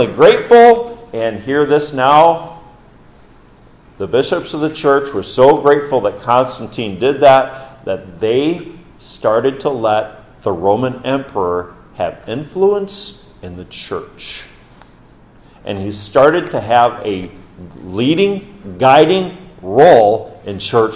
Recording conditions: large echoing room